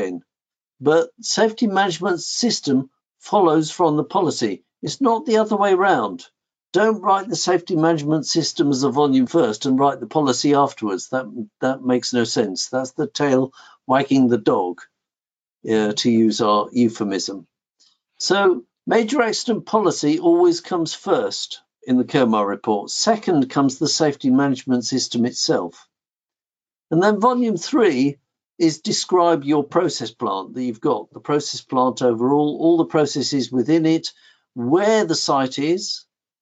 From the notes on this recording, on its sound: WEBINAR RECORDING